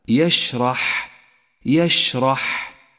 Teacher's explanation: الشين تحتاج إلى همس والحاء تحتاج أيضا إلى همس · Term: الهمس